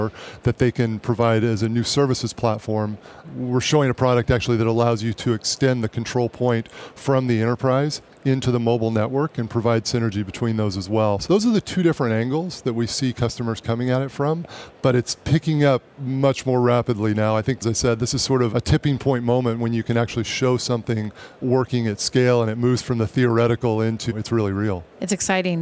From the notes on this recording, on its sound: In this archive of a livecast interview from Mobile World Congress in Barcelona, Spain.